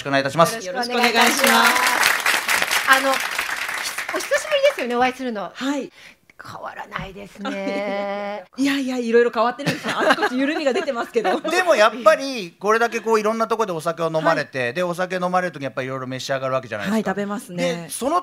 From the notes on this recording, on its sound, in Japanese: 公開収録。